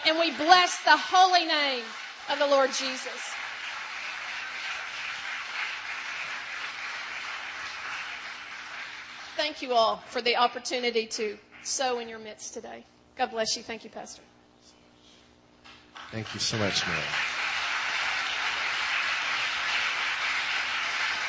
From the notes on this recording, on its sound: In this last session of The FOCUS Conference